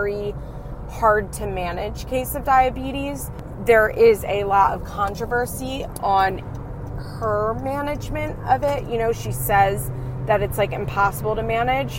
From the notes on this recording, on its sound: please excuse the audio as this is a car-cast!